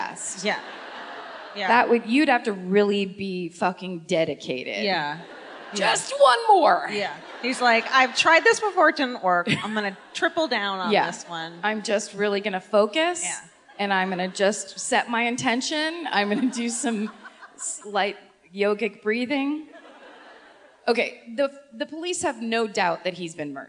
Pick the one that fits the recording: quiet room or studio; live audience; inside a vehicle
live audience